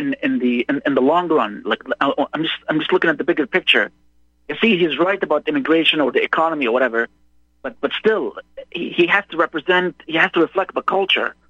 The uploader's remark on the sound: Opens phone lines for callers.